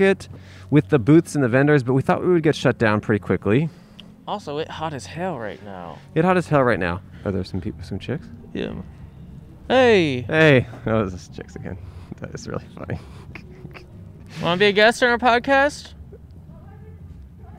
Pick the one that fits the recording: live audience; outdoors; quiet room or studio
outdoors